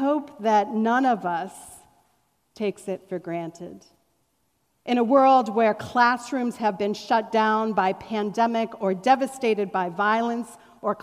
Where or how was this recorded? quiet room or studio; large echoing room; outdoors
large echoing room